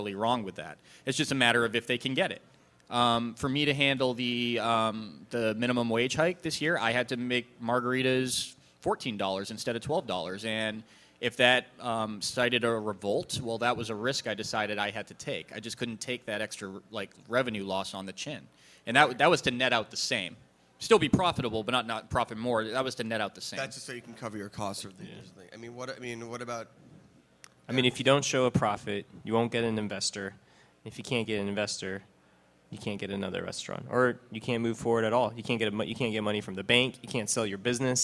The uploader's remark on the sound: panel from South By Southwest